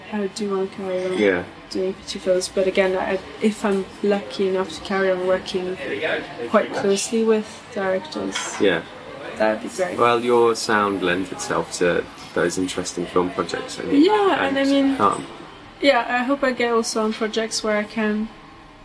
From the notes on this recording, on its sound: In this first episode we meet at a quirky cafe in North London called Edith's House , apologies for any distracting background noise.